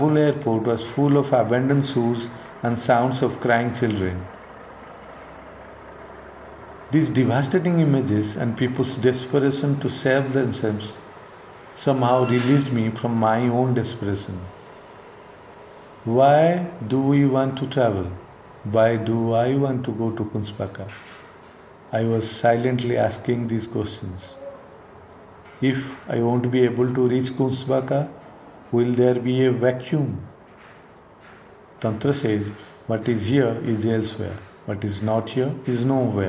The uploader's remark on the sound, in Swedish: Ljudpromenad i Kungsbacka. Som del av Art Inside Outs residens "Andra koreografier, nya rum utifrån begreppet kritisk turism".